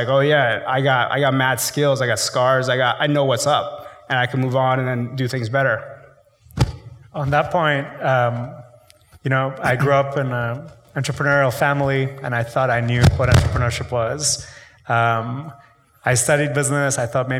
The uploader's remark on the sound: IVY hosted a live conversation